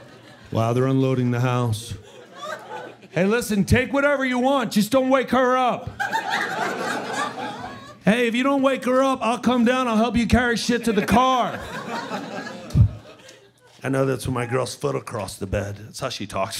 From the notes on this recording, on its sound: performs live from The Strat Hotel, Casino and Skypod in Las Vegas